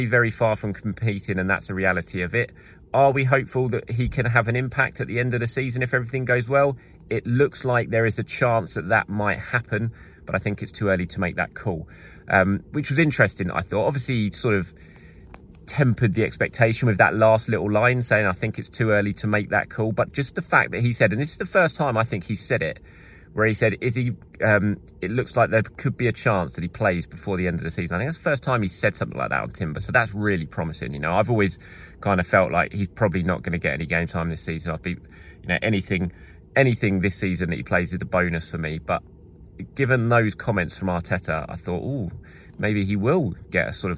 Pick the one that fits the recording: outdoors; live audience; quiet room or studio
outdoors